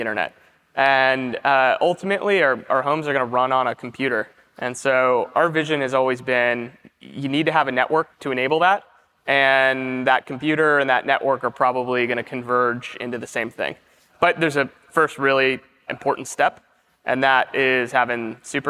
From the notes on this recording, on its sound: Live at On The Verge in New York City. Live at On The Verge in New York City.